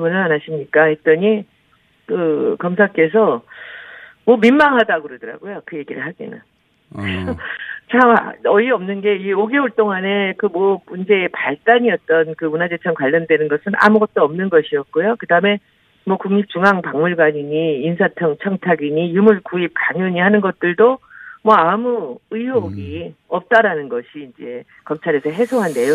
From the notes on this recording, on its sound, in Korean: 전화연결